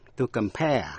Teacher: Động từ to compare là so sánh, nhấn mạnh vần nhì, to compare.